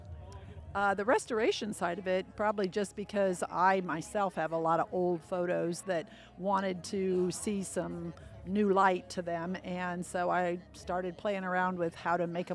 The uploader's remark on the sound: This episode was recorded on location at the Chamber's Annual Meeting and Small Business Showcase.